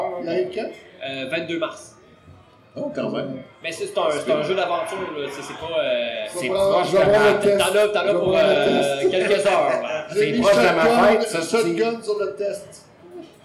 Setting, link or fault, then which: fault, poor sound quality